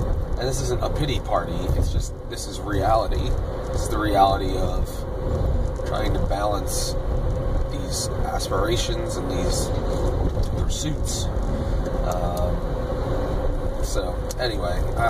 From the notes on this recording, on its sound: I spend a lot of time in the car (as usual) driving to my various income-generating endeavors.